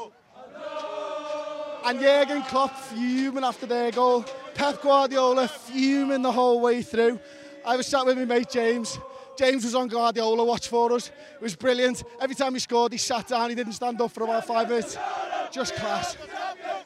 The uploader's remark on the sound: Join us outside Anfield